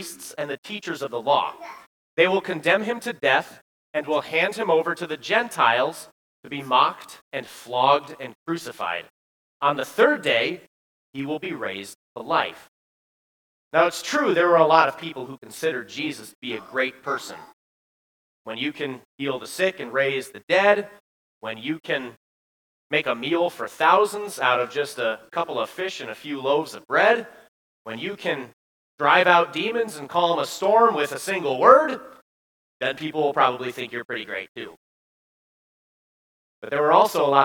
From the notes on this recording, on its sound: Bethany, Appleton, WI. At Bethany's Sunday worship.